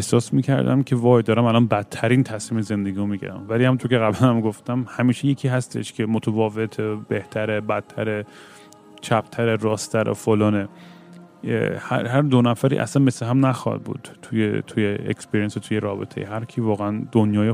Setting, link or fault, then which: setting, busy venue